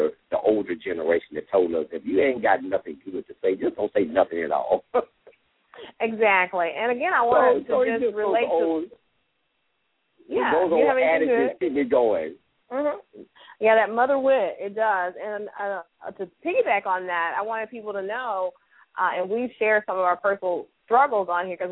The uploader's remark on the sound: LML uses a progressive live call in format.